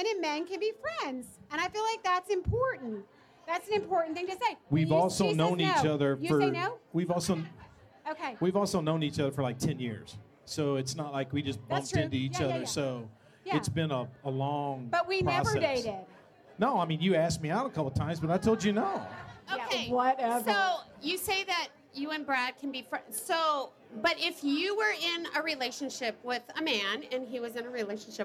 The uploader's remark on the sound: Loveability Live! Takes a few questions from the audience at the Loveability launch party.